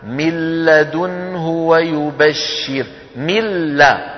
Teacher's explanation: تحولت النون بجزئيها اللساني والخيشومي إلى مين؟ إلى لام، واللام لا غنة فيها · Term: إدغام بلا غنى